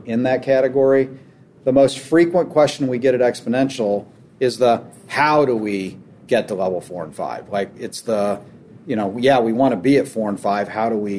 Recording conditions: busy venue